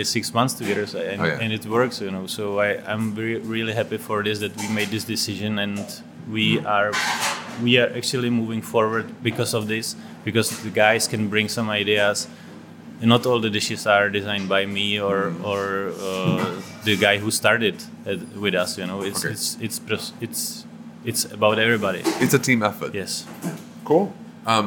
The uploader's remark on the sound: We recorded the interview in KRO Kitchen during the morning prep, so please excuse the noises in the background, especially in the beginning of the interview, as some technicians were repairing an air duct or something. Chatting about all this with the backdrop of the knives hitting the chopping board and breathing in the smells is truly magical.